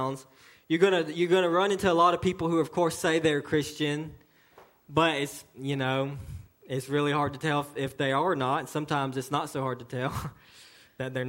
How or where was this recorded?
large echoing room